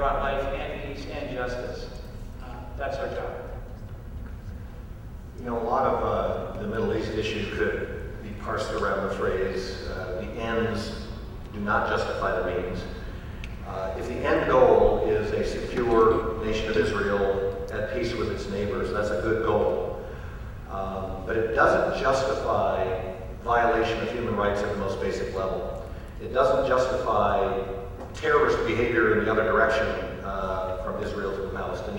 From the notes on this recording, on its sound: answer questions from the audience